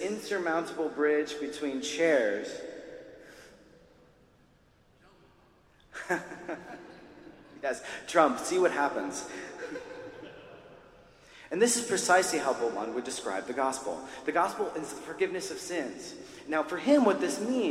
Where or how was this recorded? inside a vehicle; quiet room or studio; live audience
live audience